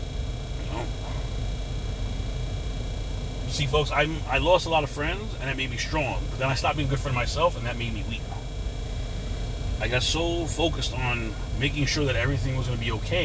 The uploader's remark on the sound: CarCast